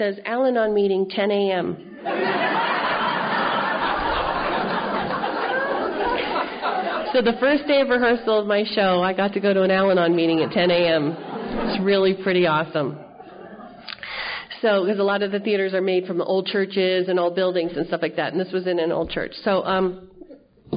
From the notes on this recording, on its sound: telling her story at the 30th Annual Crested Butte Mountain Conference held in July of 2013